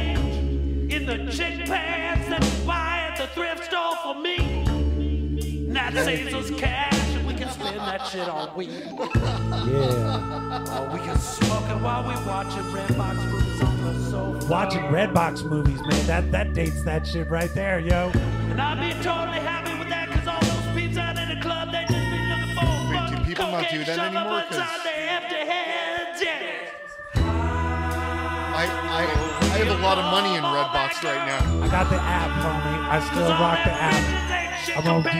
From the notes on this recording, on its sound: Filmed in front of a live Studio Audience.